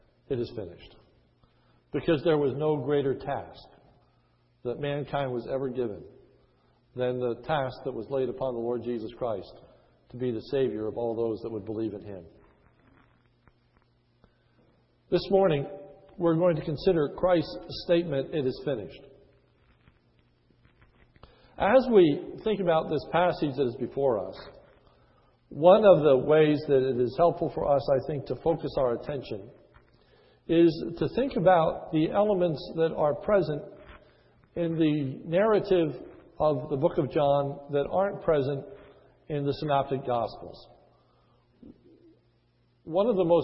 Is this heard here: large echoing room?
yes